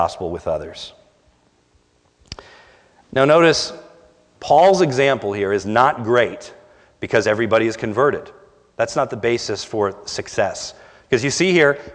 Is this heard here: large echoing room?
yes